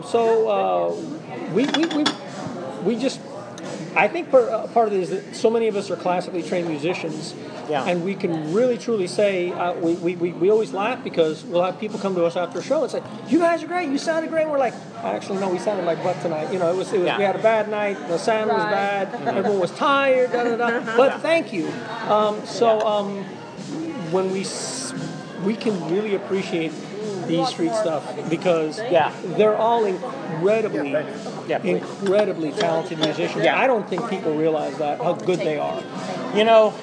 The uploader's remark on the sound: This mini episode was recorded in the House of Blues in downtown Dallas